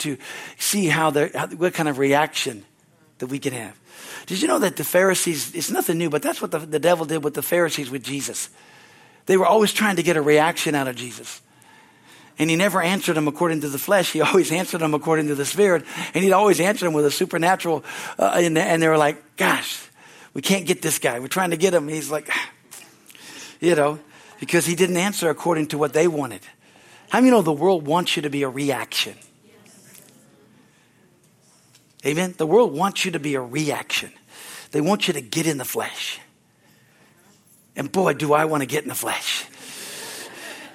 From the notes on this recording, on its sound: from the Sunday service on July 9, 2023 at Harvest Bible Church in Stockton, CA.